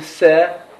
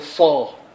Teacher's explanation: والفرق بين السين والصاد أن الفم يتقعر حال النطق بالصاد ليعطي صوت الإطباق، ولا يتقعر ينفرش حال النطق بالسين